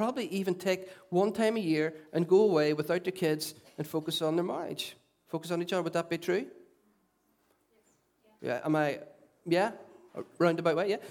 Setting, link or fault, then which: setting, large echoing room